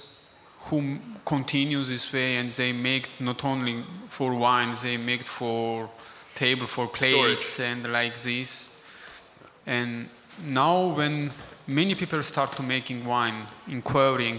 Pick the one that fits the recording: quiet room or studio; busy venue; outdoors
busy venue